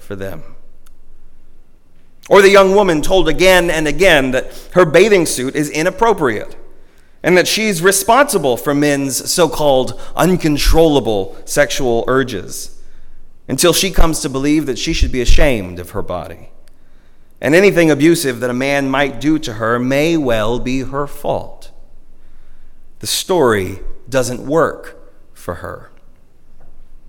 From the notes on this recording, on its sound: At Northminster Church on March 1, 2020 - the First Sunday of Lent.